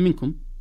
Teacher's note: وهذا إخفاء، قد لا يكون غنته طويلة.